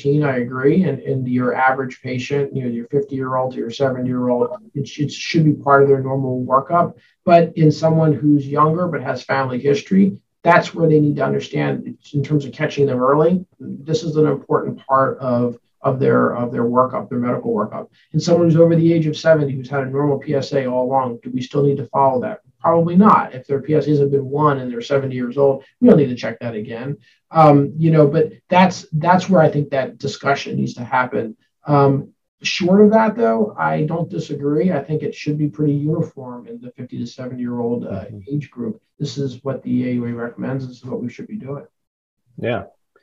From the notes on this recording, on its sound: derived from an episode of Myriad Live, a recorded open-forum webinar